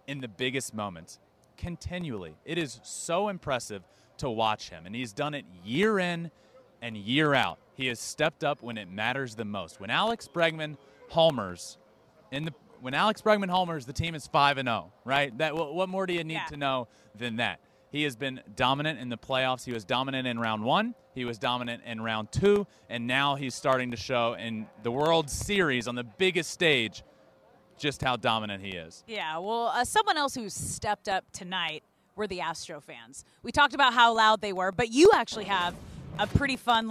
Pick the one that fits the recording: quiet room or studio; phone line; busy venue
busy venue